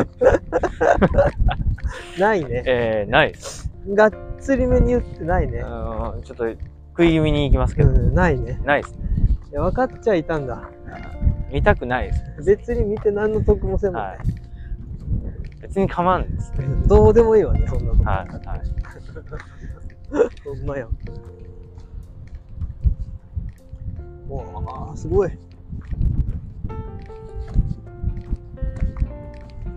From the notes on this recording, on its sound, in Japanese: 松原を散歩しながら、ピンマイクの性能をチェック。今日は新しい買ったピンマイクの性能チェックのため、iPhoneを持って散歩へ！松原と綺麗な海と砂浜を眺めながら歩きました。ピンマイク ワイヤレスiPhone/iPad用ピンマイク【２人同時使用可能】 瞬時接続 360°集音 ノイズ軽減。